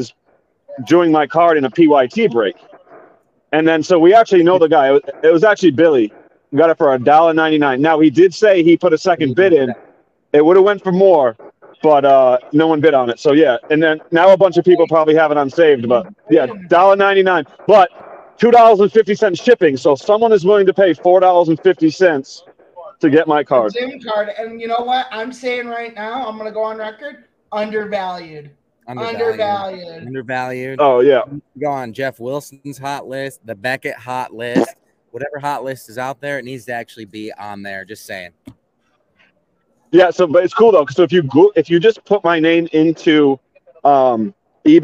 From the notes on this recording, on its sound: Live with coverage from the Mint Collective Card Show in Las Vegas, Nevada.